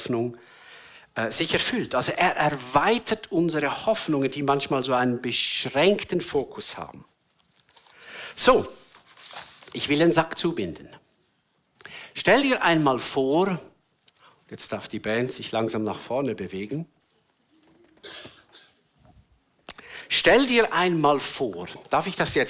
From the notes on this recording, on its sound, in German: Eine Predigt der BewegungPlus Burgdorf